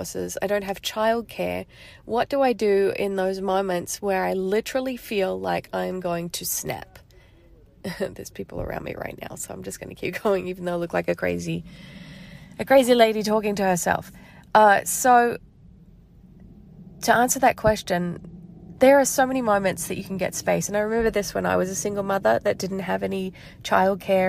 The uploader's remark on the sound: This episode is pretty raw and has been recorded on my phone, in the car, outside of Target in Las Vegas. I left my house to take a drive and get some space.